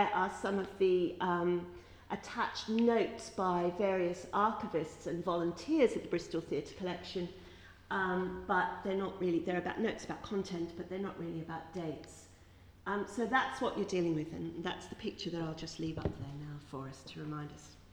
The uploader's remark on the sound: This podcast is one of ten podcasts recorded at the 'Silence in the Archives' conference hosted by the Oxford Centre of Life-Writing at Wolfson College, Oxford on 7 November 2015.